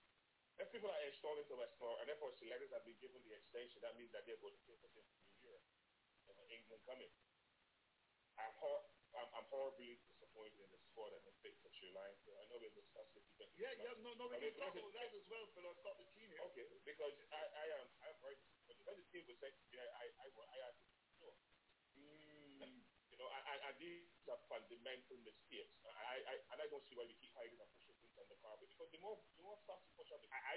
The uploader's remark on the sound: Hear the latest from the Panelist , guest and callers.